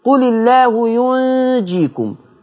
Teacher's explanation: الآية اللي بعدها قرأها ورش بتخفيف النون يعني بقت نون ساكنة. فلما تبقى نون ساكنة وراها جيم تخفى إخفاء حقيقي.